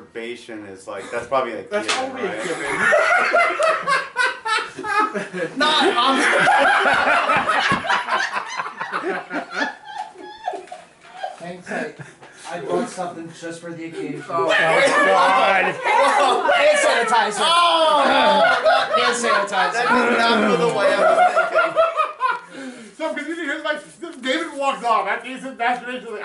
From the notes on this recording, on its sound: a live anniversary special at the Homewood Suites in East Rutherford, NJ